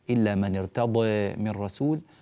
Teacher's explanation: الضاد تفخم جيدا مع وجود التقليل، يعني التقليل لا يضعف هذه الضاد فتصير ارتضى مثلا وتنقلب إلى حرف مرقق، فهذا ما أحببنا أن ننبه إليه في هذه الحلقة.